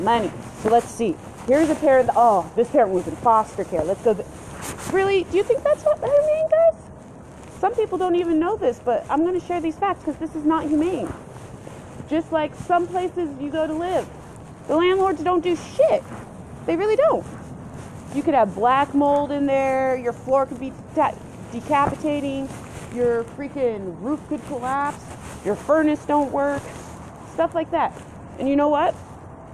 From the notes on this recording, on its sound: I also apologize for the noise in the backround.